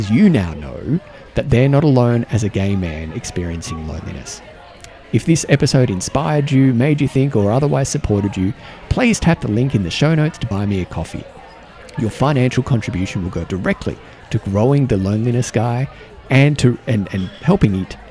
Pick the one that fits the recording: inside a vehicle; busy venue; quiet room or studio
busy venue